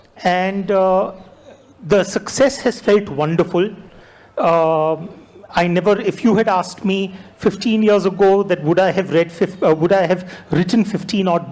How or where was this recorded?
live audience